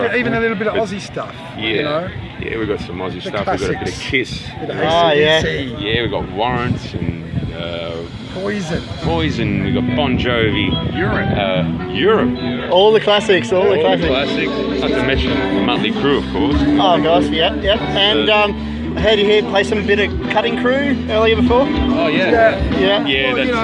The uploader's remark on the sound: I recently was at the famous Bellatta Golf club for the Beers At Bellatta festival for Australia Day